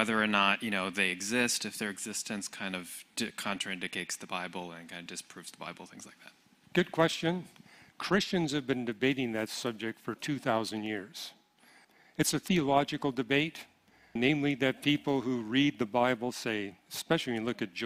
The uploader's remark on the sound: 2023 Apologetics Conference. The floor was opened for questions from the audience.